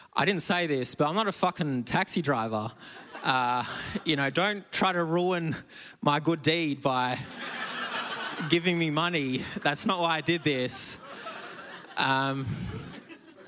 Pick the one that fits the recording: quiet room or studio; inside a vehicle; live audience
live audience